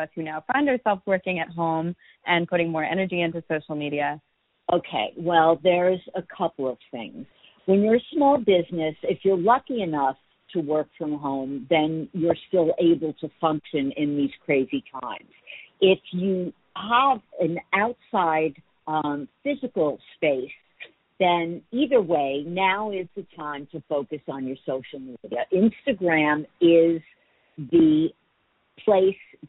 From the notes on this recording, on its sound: Makes phone calls to five business owners from all over the city.